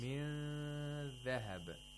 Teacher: We have to approximate the place of articulation of dhal and hold it nasally for two vowel counts. This is ikhfa.